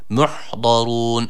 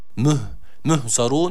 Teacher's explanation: Birincisi ha harfi, sakin olan ha harfine dikkat edelim. Bunu he ile okumayalım. · Shown in: first take · Muh, muhzarun yanlış okuyuş olur.